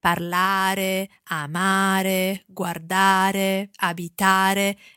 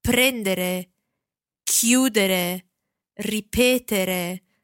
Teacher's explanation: Ere verbs, when we talk about the infinitive, are stressed on the stem. · Shown in: second take